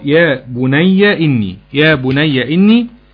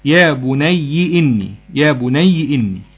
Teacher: بفتح الياء، قراها الباقون بكسر الياء